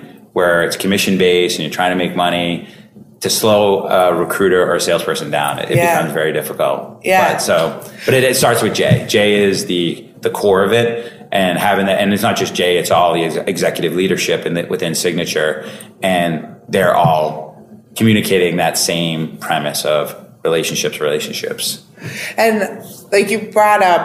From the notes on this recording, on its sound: recorded at this year’s [Bullhorn Engage]